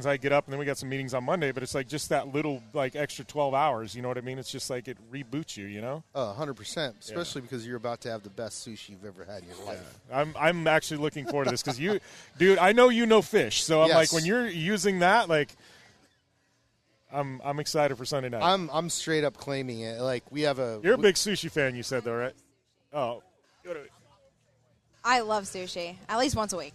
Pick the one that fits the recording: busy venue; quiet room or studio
busy venue